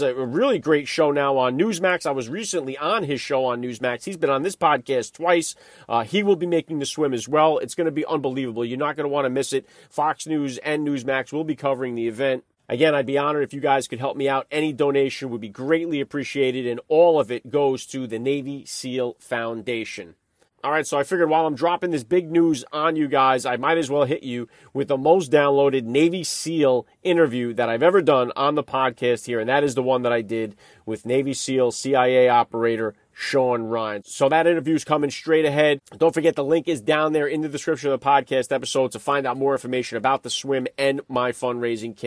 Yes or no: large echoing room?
no